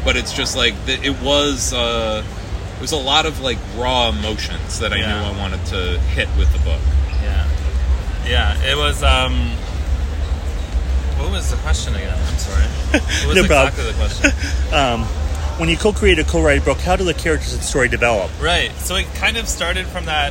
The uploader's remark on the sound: Has been roaming the San Diego Convention Floor, taking in the sights and sounds of SDCC 2023 and talking to some incredible creatives.